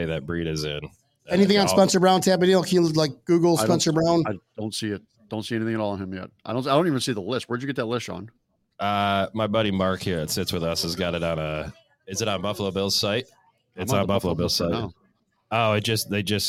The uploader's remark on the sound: We're live from South Florida Bills Backers HQ, Brendan's Sports Bar!